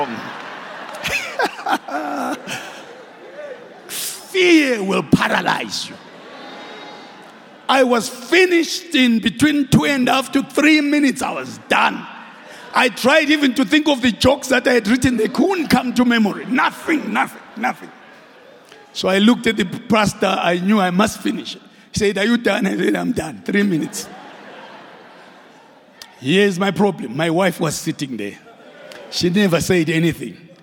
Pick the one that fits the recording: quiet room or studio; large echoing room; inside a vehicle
large echoing room